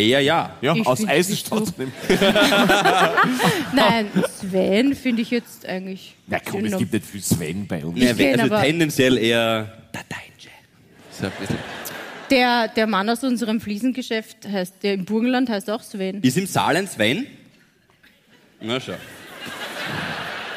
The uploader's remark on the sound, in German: Hier kommt die LIVE Aufzeichnung vom 27.11.2023 aus Leonding - natürlich nur die erste Hälfte.